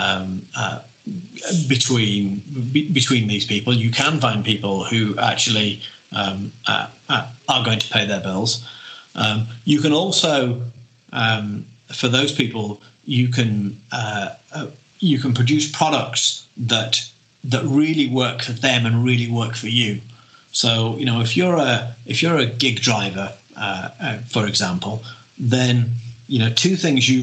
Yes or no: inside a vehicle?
no